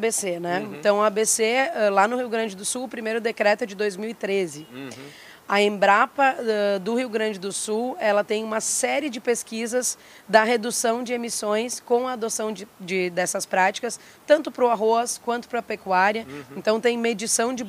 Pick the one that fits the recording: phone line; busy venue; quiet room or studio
busy venue